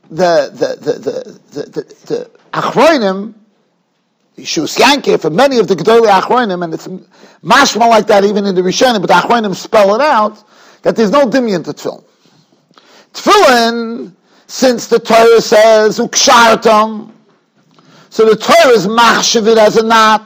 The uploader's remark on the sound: Shiur recorded in Yeshivas Ohr Reuven, Monsey, NY.